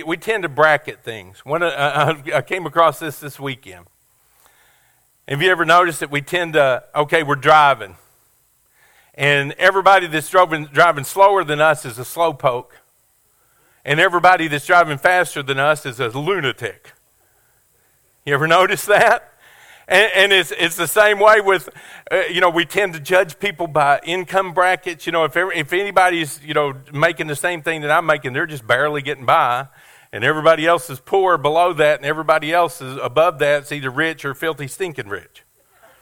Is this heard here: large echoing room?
yes